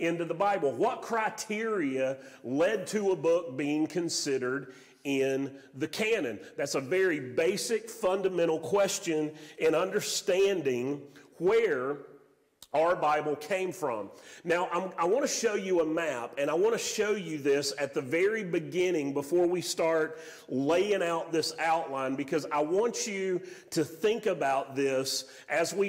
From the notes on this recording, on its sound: Sermon audio from Mission Church in Locust, NC.